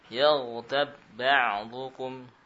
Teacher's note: Yaghtab ba'dukum, ya, dianggap satu ba. Ba yang pertama yang sukun tidak lagi dibaca. · Term: idgham al-mutamathilain